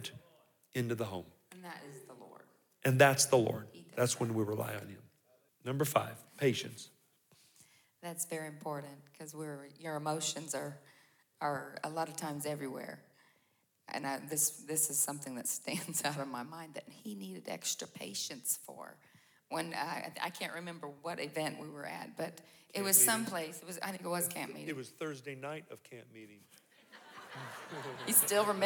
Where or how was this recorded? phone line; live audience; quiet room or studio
live audience